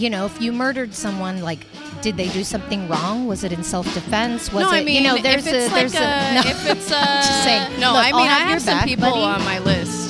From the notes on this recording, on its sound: LIVE from Old Skool Cafe. Recorded live from one of our favorite restaurants in San Francisco, the Old Skool Cafe , a youth run jazz-themed supper club. The live music- you'll hear for yourself.